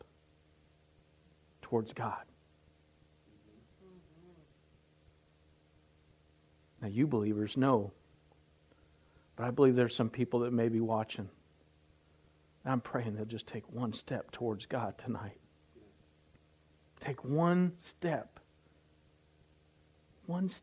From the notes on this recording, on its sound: recorded Live at The River Worship Center, Warsaw Indiana